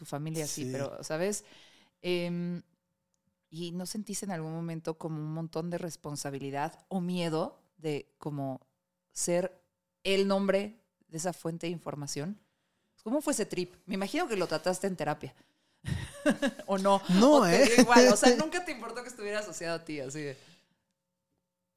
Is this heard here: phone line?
no